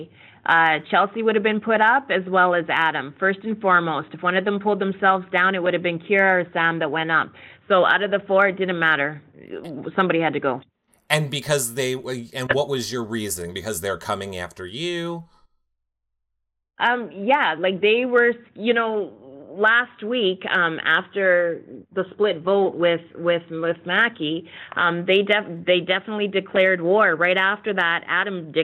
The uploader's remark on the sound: Phone Interview